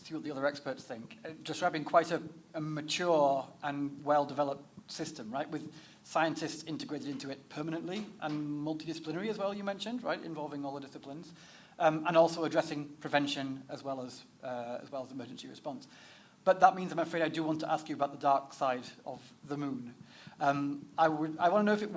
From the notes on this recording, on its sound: In this special episode of the podcast recorded at a live event in 2023, four experts discuss the role of science advice in emergency situations.